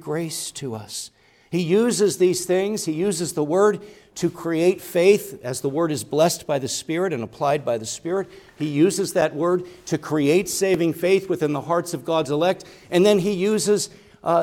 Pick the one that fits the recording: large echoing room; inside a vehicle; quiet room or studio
large echoing room